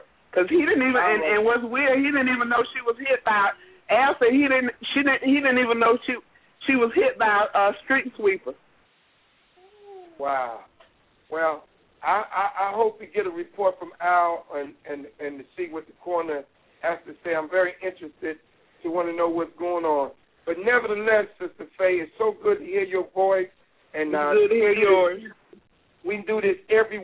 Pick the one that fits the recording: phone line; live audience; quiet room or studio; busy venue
phone line